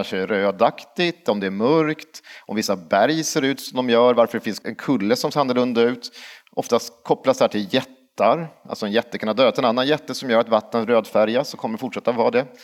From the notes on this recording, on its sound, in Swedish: LIVE hos Östergötlands museum. Ett stort och varmt tack till alla 250 personer som kom och lyssnade på vårt uppträdande på Östergötlands museum.